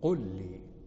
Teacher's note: فجعلت الحرفين حرفا واحدا مشددا · Term: الإدغام